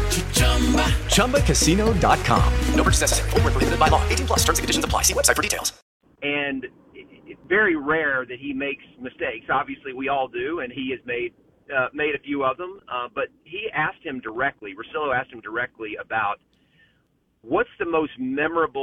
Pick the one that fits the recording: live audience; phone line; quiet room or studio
phone line